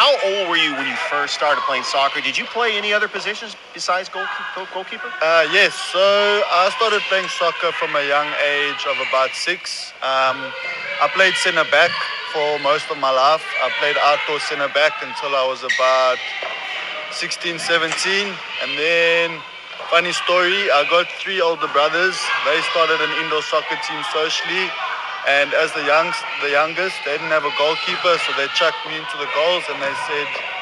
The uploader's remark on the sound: Live Show on location at Girls Inc in Columbus, GA